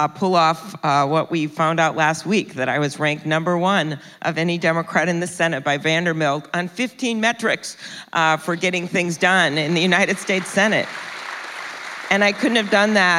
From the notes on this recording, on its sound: In front of a live audience at South by Southwest.